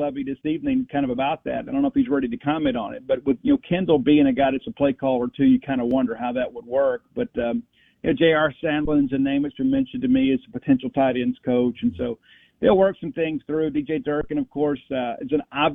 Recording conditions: phone line